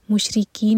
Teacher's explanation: make sure کہ قاف کی آواز حلق سے آئے